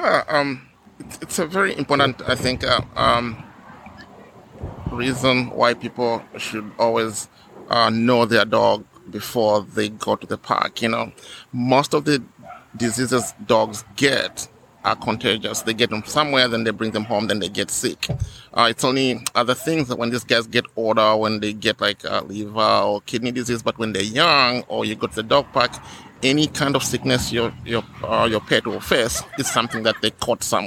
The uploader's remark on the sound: Today we recorded at the Dog Park!